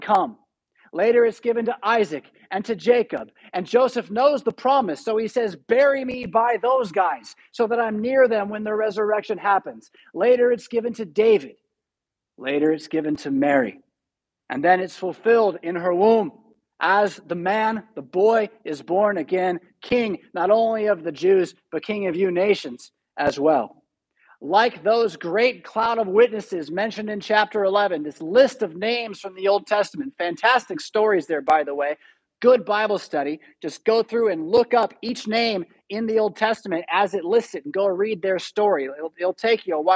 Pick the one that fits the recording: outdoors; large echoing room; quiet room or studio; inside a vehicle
large echoing room